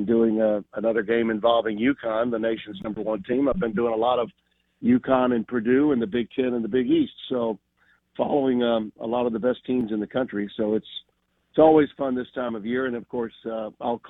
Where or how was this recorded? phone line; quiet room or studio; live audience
phone line